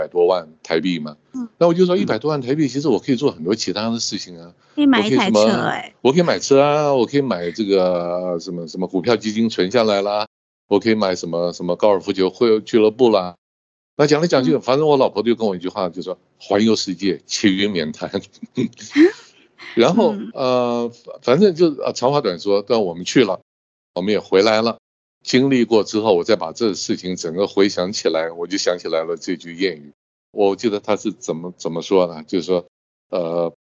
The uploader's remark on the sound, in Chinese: 本集節目透過Microsoft Teams通訊錄製。